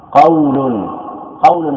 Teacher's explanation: الواو ساكن ما قبلها مفتوح، نقول هذا حرف لين فقط ولا نقول هو حرف مد مع كونه ساكنا